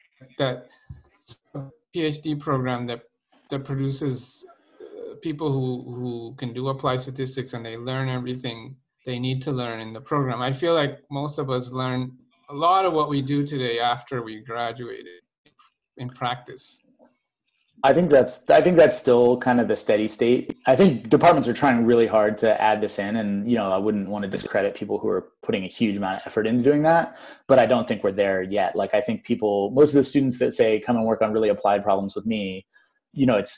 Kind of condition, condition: link, video call